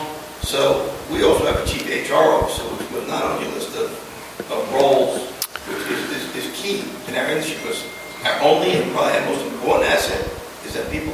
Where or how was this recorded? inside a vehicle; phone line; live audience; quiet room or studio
live audience